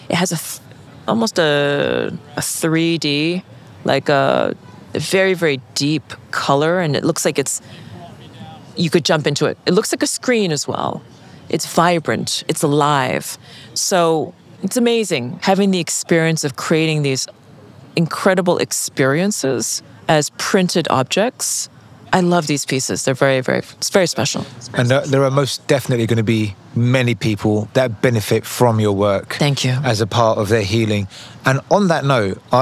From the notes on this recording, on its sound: on location at Art Miami